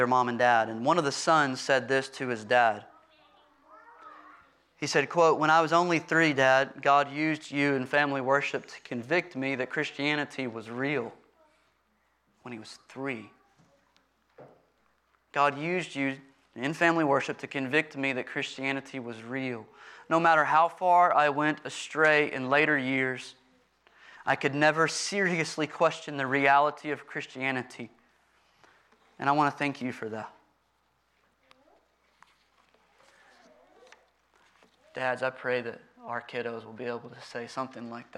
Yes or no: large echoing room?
yes